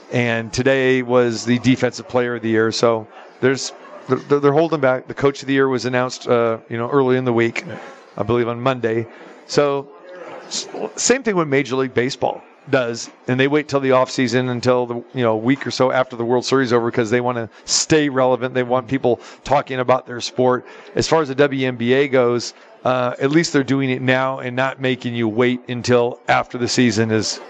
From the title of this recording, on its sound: Live from the Super Book at the Westgate Las Vegas